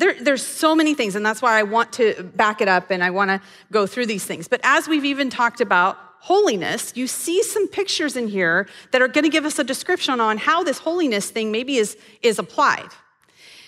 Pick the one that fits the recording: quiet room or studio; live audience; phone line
live audience